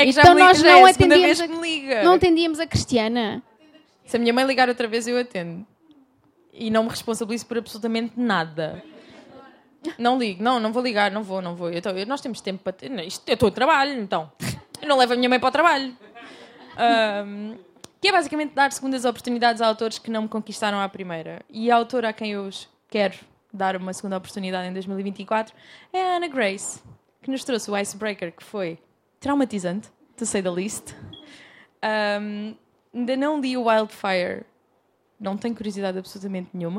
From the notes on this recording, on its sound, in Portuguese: Este episódio foi gravado ao vivo na Livraria Buchholz. E estendemos o agradecimento a todas as pessoas que encheram a casa para nos ouvir!